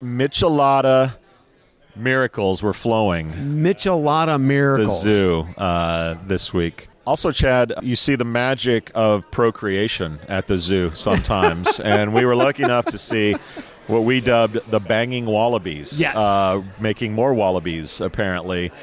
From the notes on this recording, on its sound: The boys are live from TA Week in the Qualifi booth dropping more commentary from the world of work.